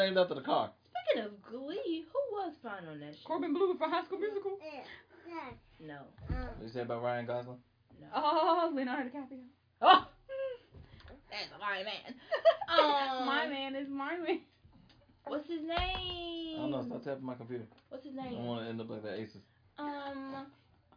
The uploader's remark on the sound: Sorry for the baby noises its been a long day.